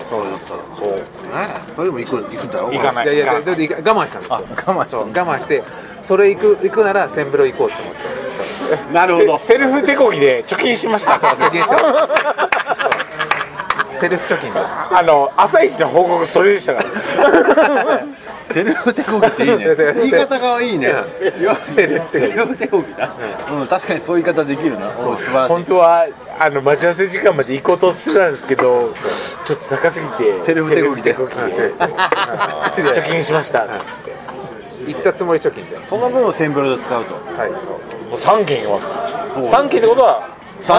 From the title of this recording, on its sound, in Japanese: 野毛ツアー現地収録